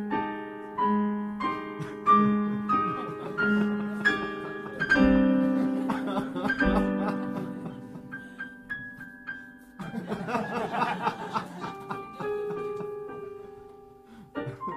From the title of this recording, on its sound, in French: en public [2015]